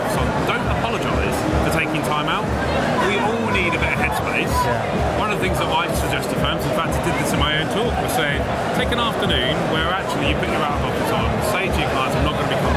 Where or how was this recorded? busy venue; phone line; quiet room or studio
busy venue